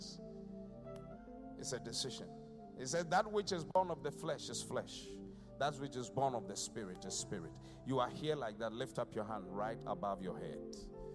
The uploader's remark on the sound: Preached at the Qodesh